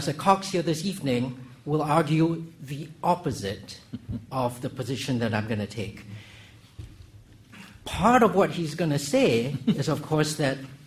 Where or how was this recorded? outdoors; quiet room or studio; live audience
live audience